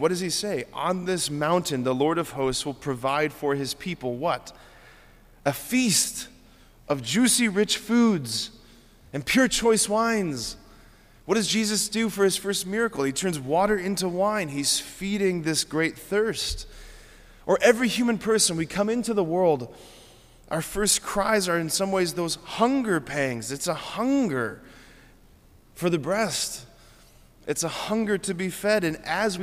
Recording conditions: large echoing room